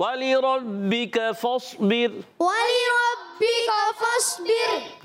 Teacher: اور را ساکن سے پہلے زیر آ گئی باریک ہو جائے گی